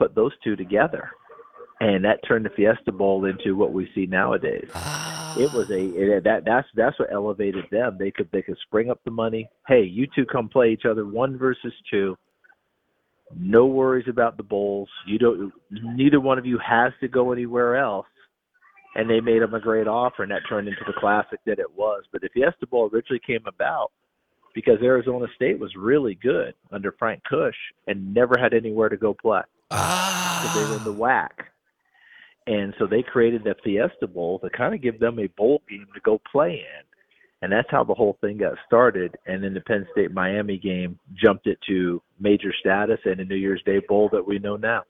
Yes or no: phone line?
yes